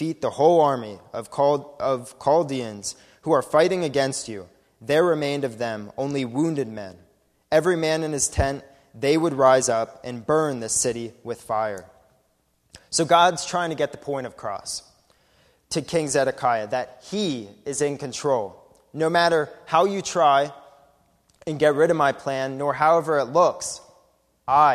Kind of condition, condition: setting, large echoing room